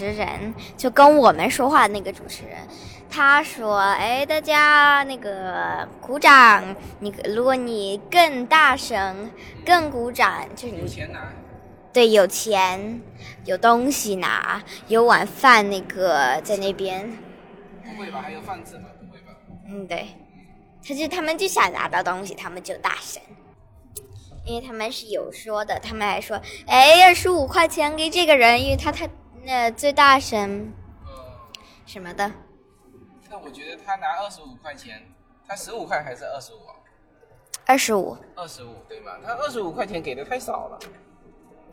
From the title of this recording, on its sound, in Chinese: 亲历“美国达人秀”决赛现场